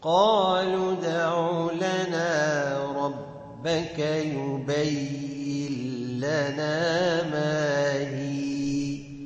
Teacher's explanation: الدال هنا مقلقلة بس ما تزودش القلقية بتاعتها، خفافة كده